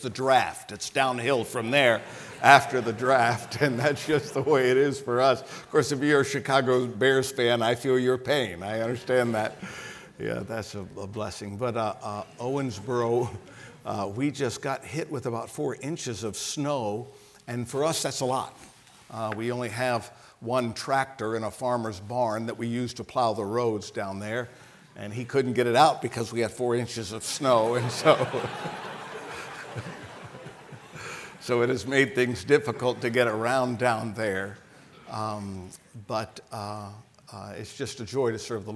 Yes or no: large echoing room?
yes